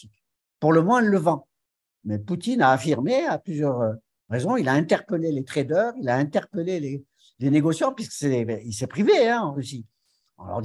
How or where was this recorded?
video call